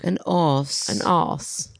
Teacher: I don't hear the R sound.